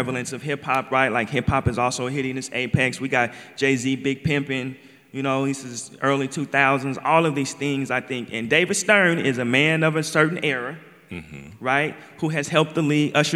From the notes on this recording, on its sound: at the 2023 Portland Book Festival